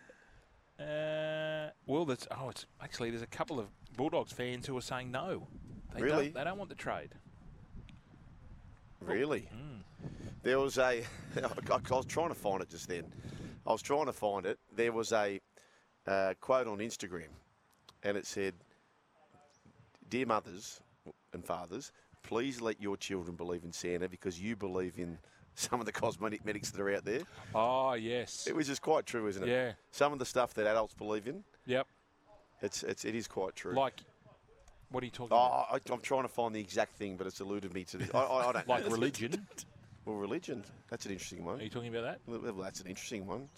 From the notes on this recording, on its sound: broadcasting live from the Moore Park Golf Club